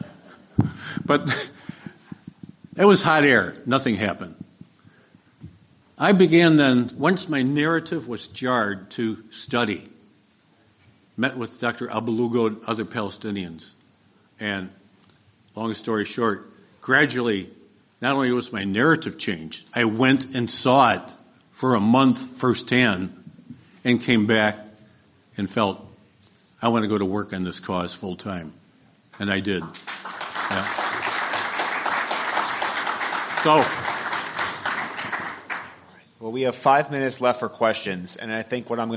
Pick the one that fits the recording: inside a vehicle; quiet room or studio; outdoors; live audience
live audience